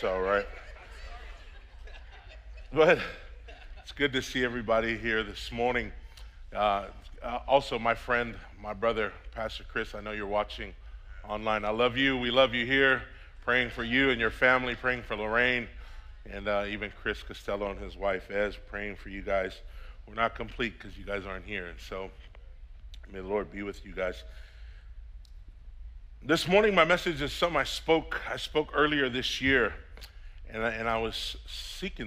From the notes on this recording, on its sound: preached on December 26th at the 10AM service